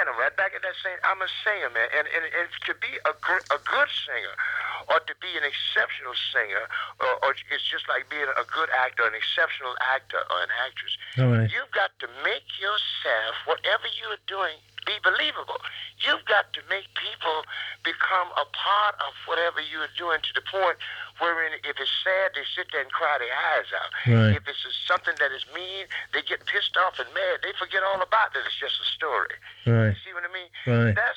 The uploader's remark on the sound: This was only a phone chat